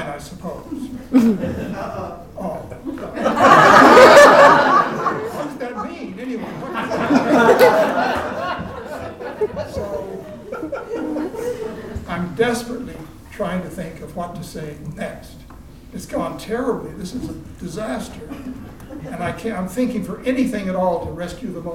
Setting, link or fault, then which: setting, live audience